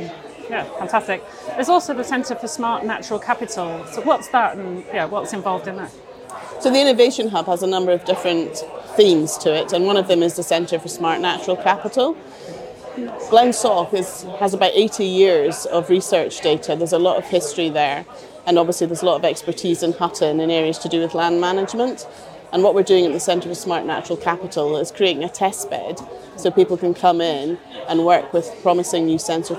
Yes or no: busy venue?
yes